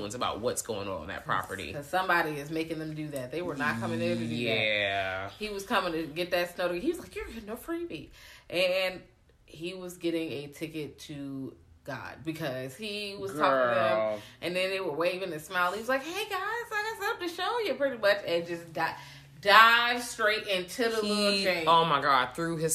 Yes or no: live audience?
no